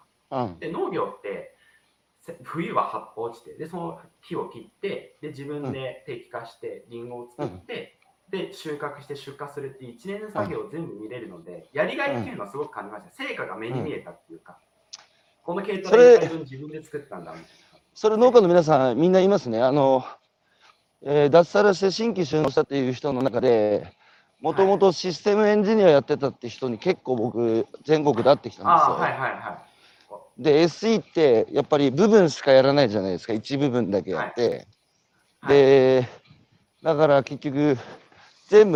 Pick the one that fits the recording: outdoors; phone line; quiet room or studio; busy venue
outdoors